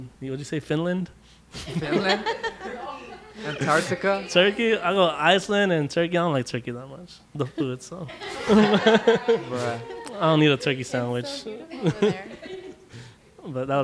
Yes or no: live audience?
yes